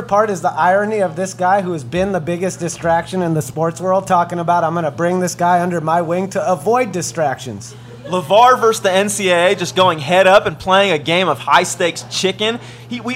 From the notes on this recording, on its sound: shot on location at McGee's in Alameda